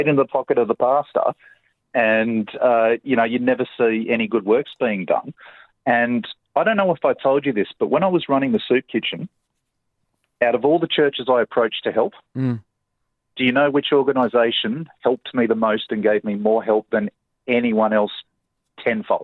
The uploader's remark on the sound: the good Reverend phone